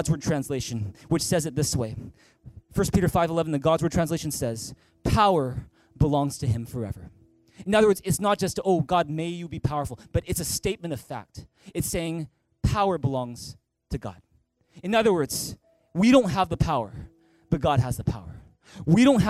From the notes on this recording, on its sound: At THRIVE Church Vancouver, Canada.